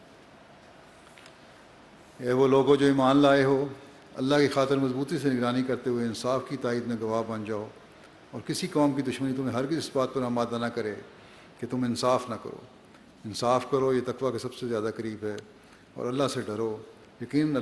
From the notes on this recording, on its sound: Concluding Address at Jalsa Salana UK 2021.